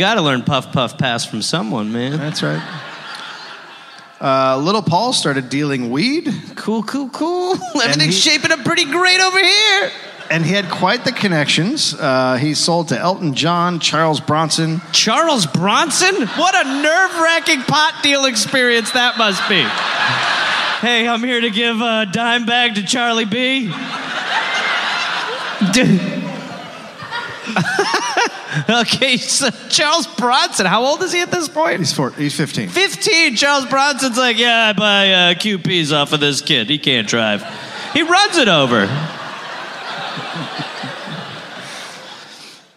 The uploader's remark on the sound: recorded live in Minneapolis